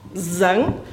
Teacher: Sang ist jetzt mit stimmhaftem S und velarem N.